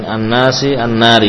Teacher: disempurnakan gunnahnya karena nunnya musaddadah lama